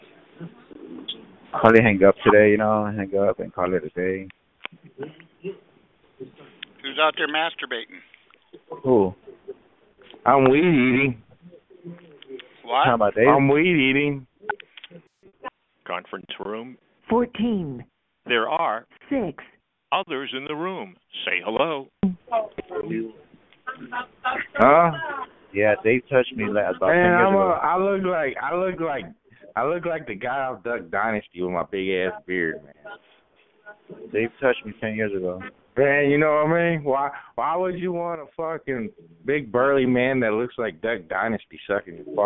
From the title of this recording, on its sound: Conference Call